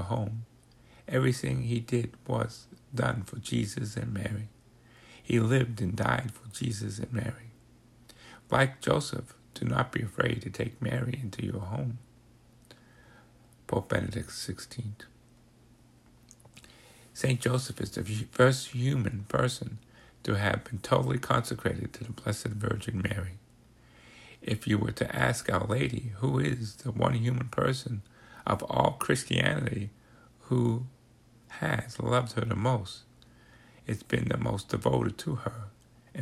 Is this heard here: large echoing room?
no